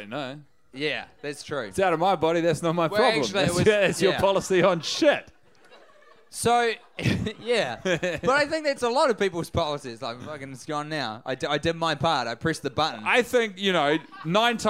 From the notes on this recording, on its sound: Recorded live at Christchurch's Dark Room live venue in front of a live audience.